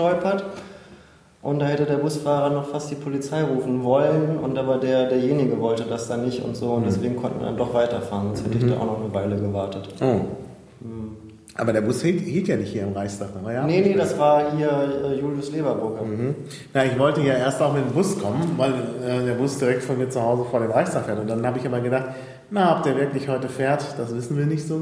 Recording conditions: echo